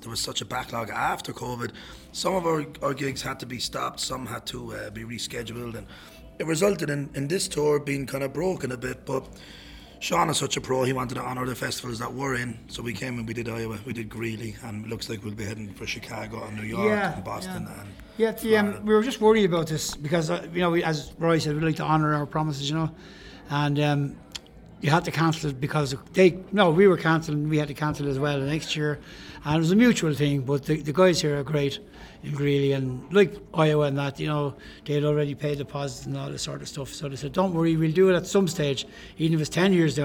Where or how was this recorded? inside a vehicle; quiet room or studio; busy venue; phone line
busy venue